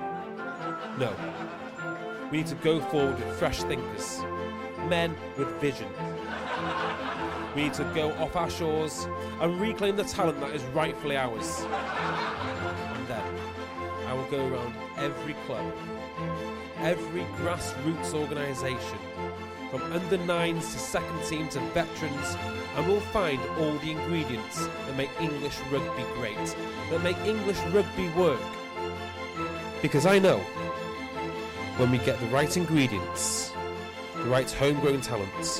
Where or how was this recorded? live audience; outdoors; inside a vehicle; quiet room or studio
live audience